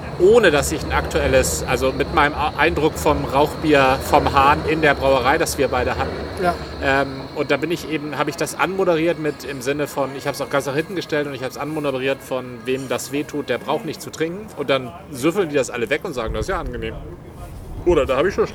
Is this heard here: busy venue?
yes